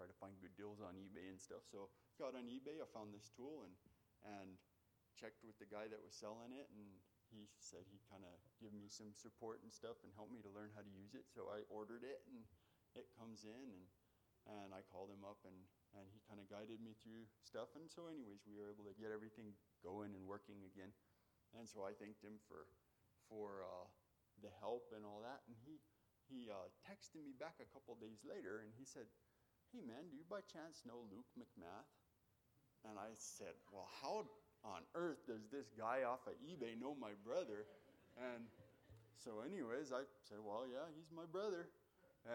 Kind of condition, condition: setting, large echoing room